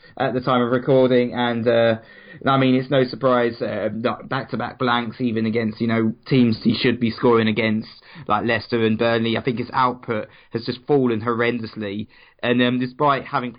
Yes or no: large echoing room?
no